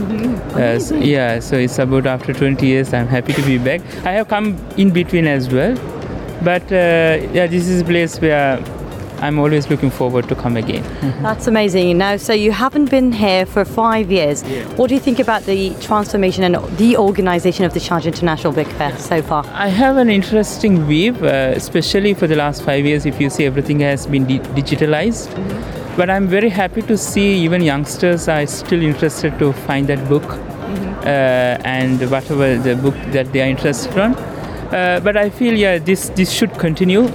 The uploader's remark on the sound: Live from SIBF 2023